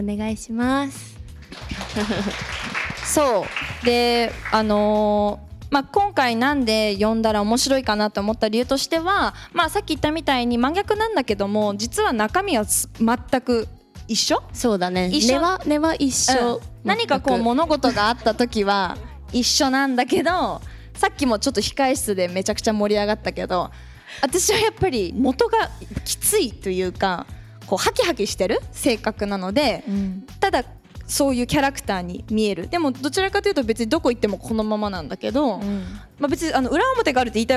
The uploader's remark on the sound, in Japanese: 今回は「公開収録」の様子をお届け。Discordコミュニティから集まった精鋭メンバーとの、初イベントの様子は…！